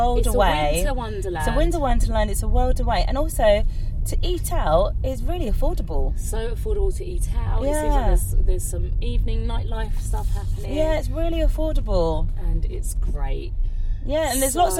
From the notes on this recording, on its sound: our conversations take place whilst driving in the car, and sadly this does end up reducing the quality of the audio as we hit the motorway